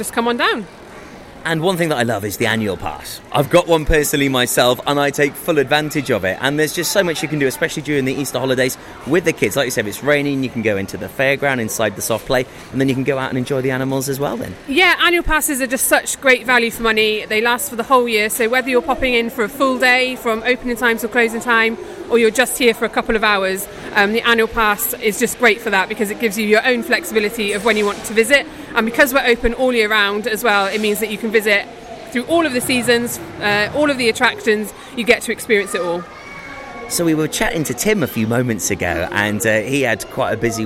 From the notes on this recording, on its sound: Live at Folly Farm